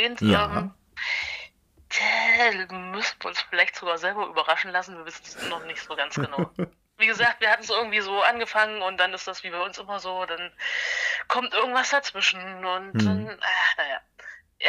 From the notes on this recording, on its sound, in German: Diese Folge musste aufgrund von technischen Widrigkeiten via Telefon aufgenommen werden. Daher können die Lautstärken tatsächlich etwas schwanken.